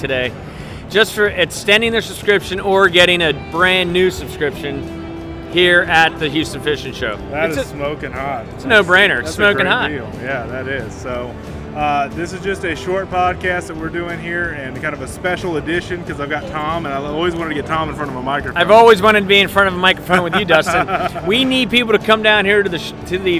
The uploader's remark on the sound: This is a short podcast live on location highlighting the 43rd Annual Houston Fishing Show at the George R. Brown (GRB) Convention Center in Houston, Texas.